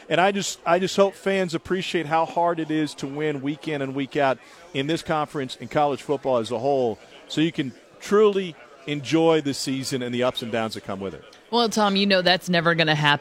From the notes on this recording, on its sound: live from SEC Media Days in Hoover